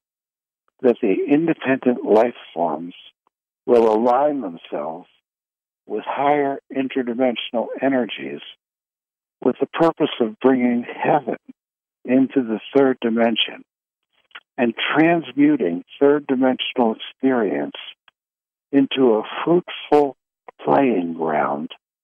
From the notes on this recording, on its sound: Conference Call LIVE